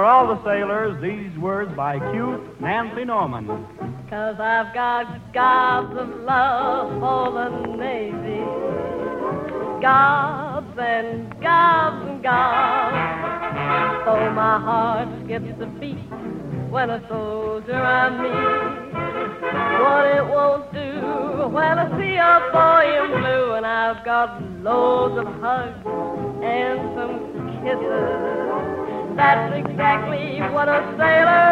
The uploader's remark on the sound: Each episode of "Victory Parade of Spotlight Bands" featured a different band performing live in front of a studio audience. The show was known for its high-quality sound engineering, which captured the energy and excitement of live music performances.